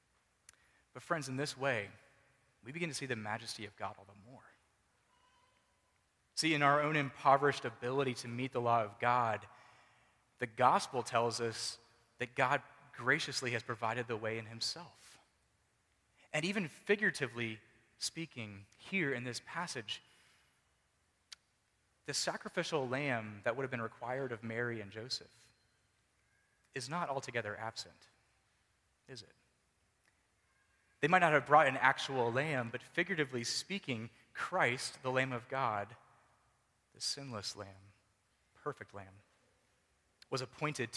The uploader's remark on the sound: Preached at Mercy Presbyterian Church, PCA (Forest, VA).